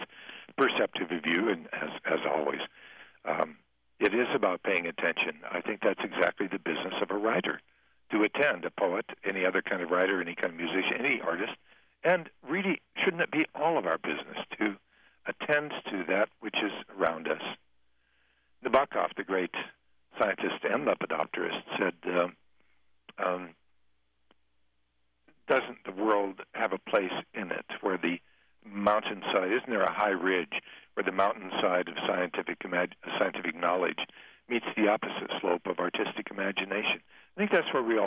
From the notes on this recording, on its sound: A rotary telephone interview.